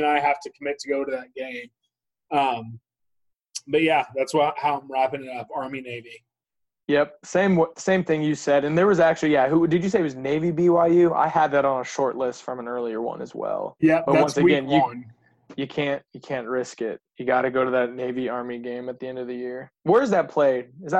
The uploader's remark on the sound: zoom together